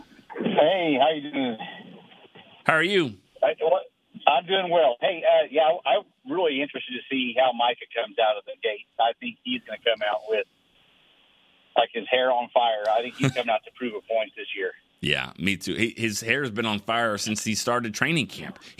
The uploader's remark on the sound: The phone lines were flooded as the fans are gearing up with their final thoughts and predictions.